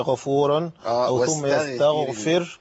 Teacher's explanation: خطأ متكرر كتير اللي هو الغين، ترقيق الغين والغين ايه مفخمه